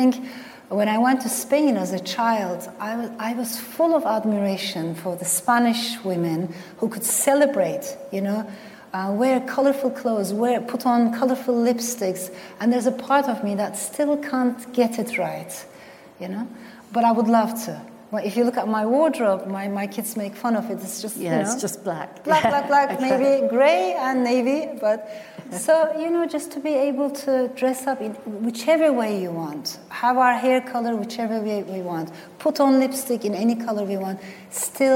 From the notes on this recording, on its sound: Recorded live at the Birmingham Literature Festival earlier this autumn. In front of a live audience at the Birmingham Rep.